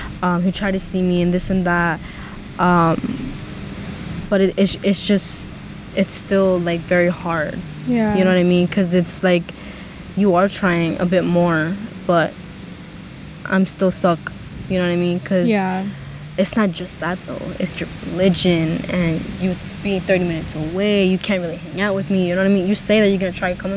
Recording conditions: wind noise